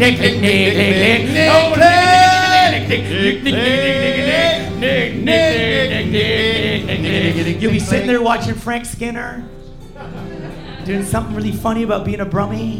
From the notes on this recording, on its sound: Our most European audience yet (there’s loads of Dutch people in!).